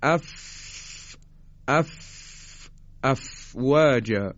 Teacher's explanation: دندان های بالا، دندان های به اصطلاح آرواره بالا برخورد میکنن با به اصطلاح لب پایین